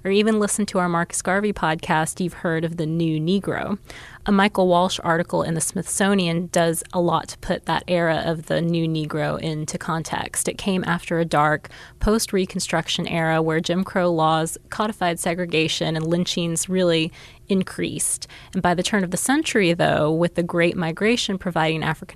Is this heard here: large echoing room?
no